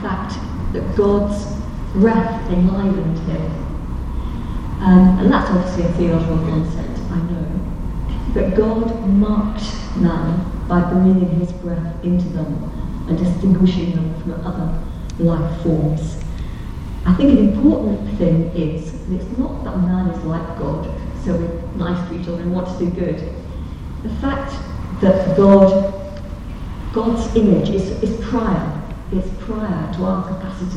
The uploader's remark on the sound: Questions Panel at Highfield Church